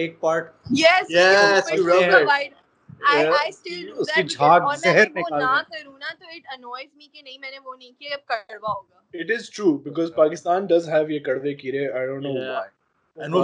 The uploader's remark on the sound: Skype really did a number on us in this so the video has half-decent image quality but poor video quality, and the audio isn't great either.